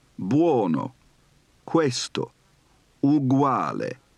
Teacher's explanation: Unstressed and followed by a vowel, diphthongized, pronounced like W in wall.